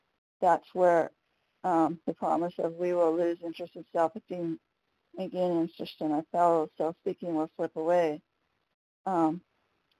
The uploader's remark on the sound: 100 Pounders Phone Meeting